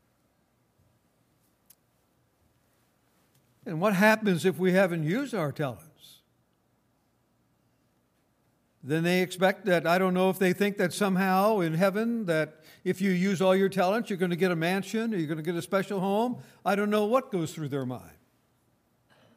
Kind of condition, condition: setting, large echoing room